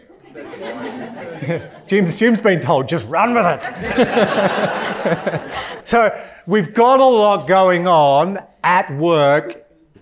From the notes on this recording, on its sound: In this episode that was recorded at a live event